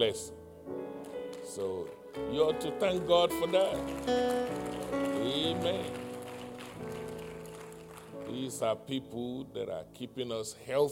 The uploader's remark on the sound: live-recording 6/20/2021 7:30:01 AM